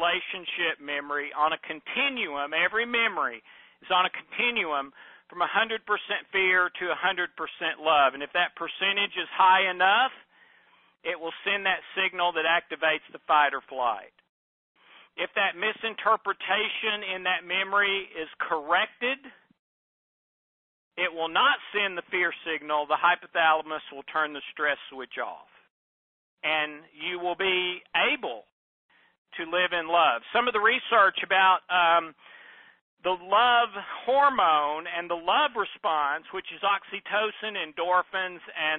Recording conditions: phone line